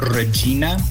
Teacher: So interestingly, though, in the between like the 15th and 16th century, English underwent this process called the Great Vowel Shift, where a lot of our vowels ended up changing to different sounds. So that E sound became an I sound, so we ended up with Regina.